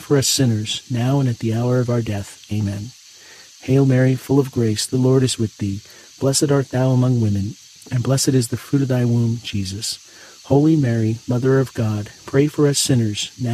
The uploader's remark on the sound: Get closer to nature and enjoy the soothing outdoor sounds of cicadas singing on a warm summer night alongside this Thursday rosary.